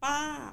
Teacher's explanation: if you say ba, which is falling tone, or tone three